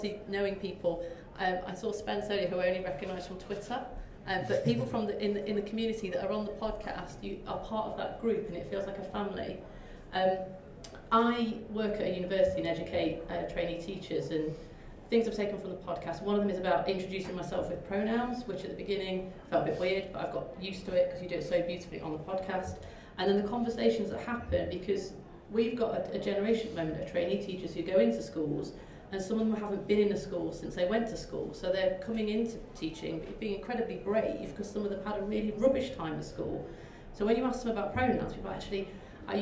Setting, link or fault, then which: setting, busy venue